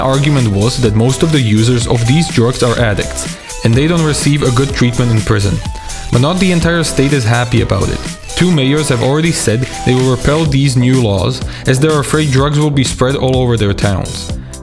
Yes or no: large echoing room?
no